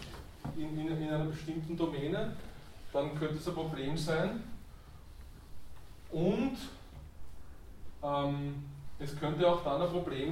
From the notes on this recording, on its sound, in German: Diese Vorlesung wurde von Studierenden aufgenommen